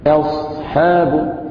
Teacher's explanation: الرياح والسحاب تخرج طبيعية وقفة، لكن في قوله تعالى أصحابه لا نقول أصحابه، لا نفخم الهمزة ولا الحاء، أصحابه فنرقق الهمزة كما مر معنا ونرقق الحاء والباء ونفخم الصاد